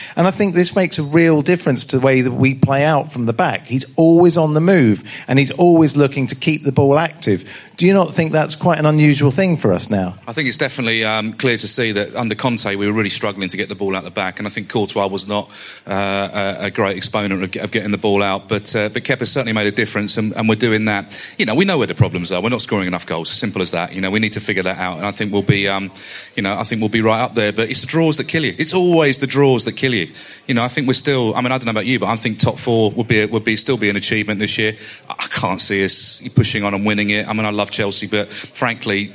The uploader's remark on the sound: This week we bring you the show LIVE from The Atlas pub in London!